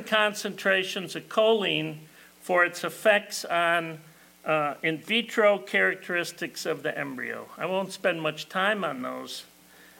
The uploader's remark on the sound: This talk was given at the 2022 Tri-State Dairy Nutrition Conference